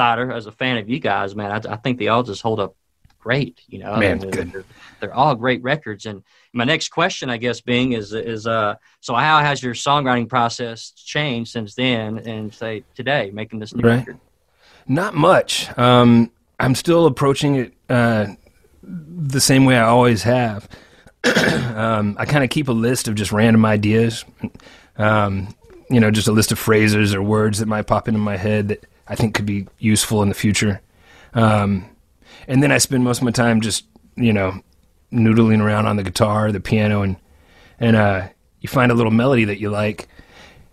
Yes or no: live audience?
no